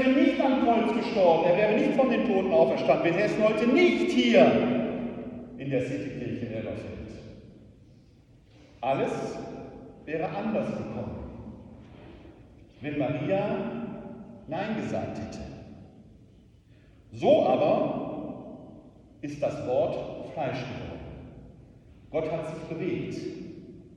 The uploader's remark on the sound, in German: Mitschnitt vom 1.12.2023. Wir bitten, die schlechte Tonqualität zu entschuldigen.